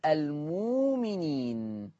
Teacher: الهمزة ساكنة هنبدلها وهتبدل بواو مادية فتصير المؤمنين